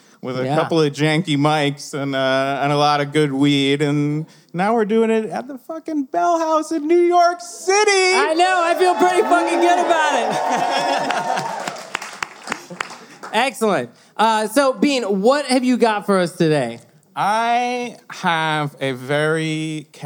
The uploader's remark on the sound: We recorded live in front of a standing-room-only crowd at the Bell House in NYC as part of the 2020 Brooklyn Podcast Festival .